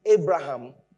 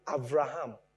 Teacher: the B in the middle of a word is a V, but begins as a B · Shown in: second take